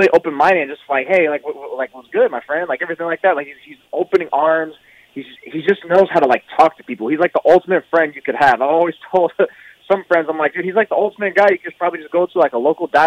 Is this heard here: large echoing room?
no